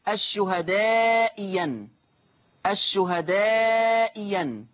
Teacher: المثال الأول الشهداء أن، الشهداء أن، أبدلت الثانية ياء مفتوحة